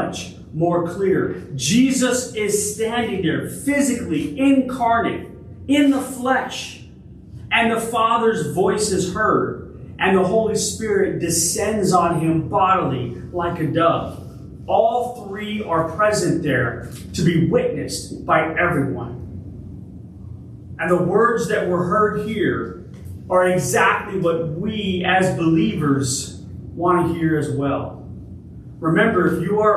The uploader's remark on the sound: Originally delivered on August 20, 2023 at Crossroads Christian Fellowship in San Antonio, TX